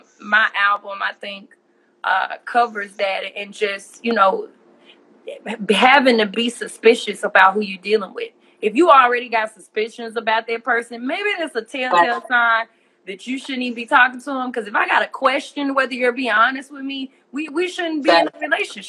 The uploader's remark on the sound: in a special Instagram Live #WFH edition